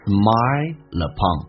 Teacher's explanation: smile, L 这个发音跟 upon 有一个连音叫 smile upon.